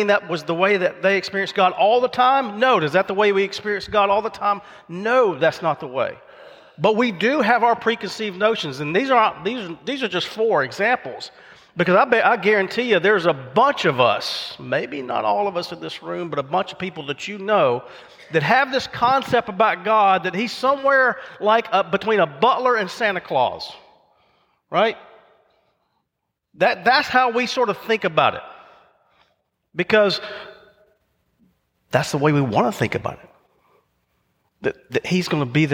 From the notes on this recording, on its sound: recorded live at Covenant